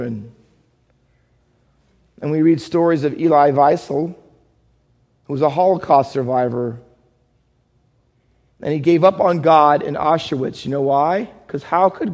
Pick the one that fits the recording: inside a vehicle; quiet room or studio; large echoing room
large echoing room